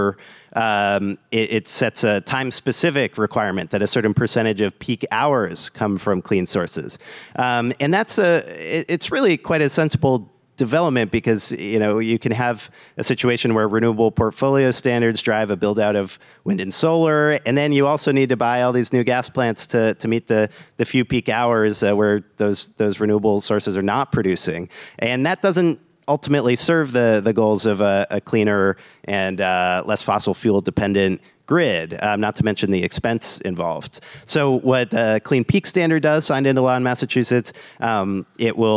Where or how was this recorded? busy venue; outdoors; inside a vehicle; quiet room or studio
busy venue